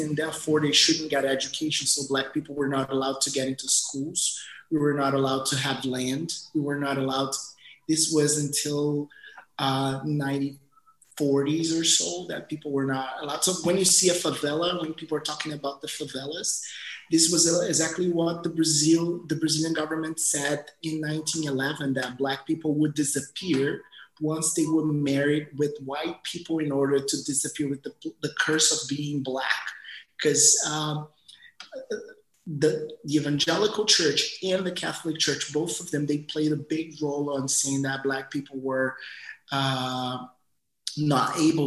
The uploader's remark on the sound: Listen to the audio version of our webinar.